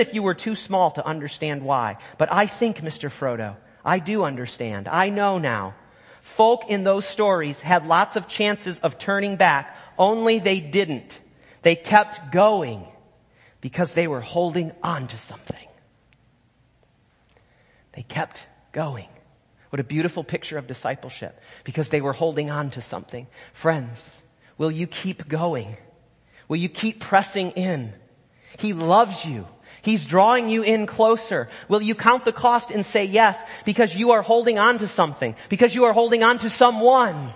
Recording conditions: large echoing room